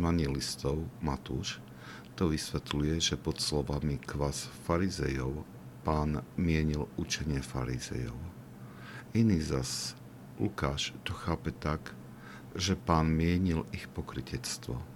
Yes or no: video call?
no